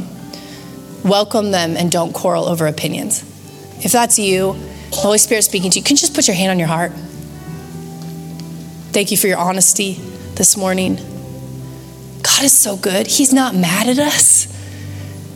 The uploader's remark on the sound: Recorded live at Capital Church in Meridian, Idaho